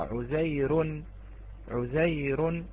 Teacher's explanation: الراء متطرفة وقبلها ياء ساكنة فهي مرققة